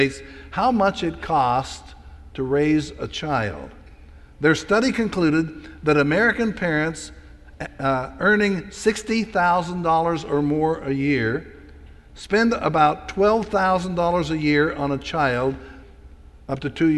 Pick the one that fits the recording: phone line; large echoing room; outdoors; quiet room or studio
large echoing room